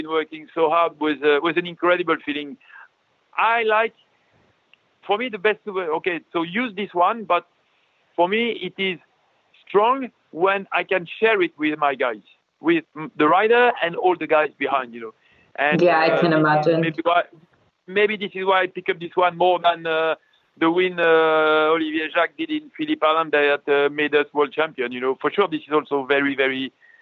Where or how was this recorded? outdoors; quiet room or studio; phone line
phone line